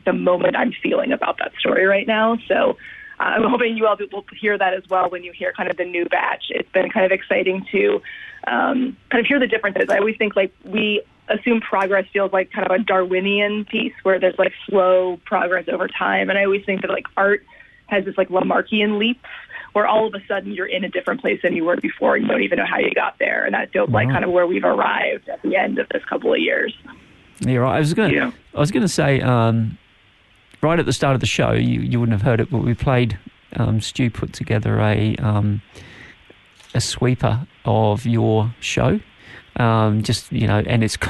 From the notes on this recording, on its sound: LIVE on the line from the States